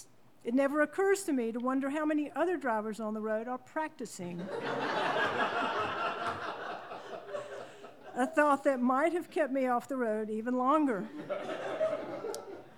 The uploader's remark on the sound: Presented as a live event in Asheboro, NC, which is then edited for broadcast. This episode was recorded live in The Table.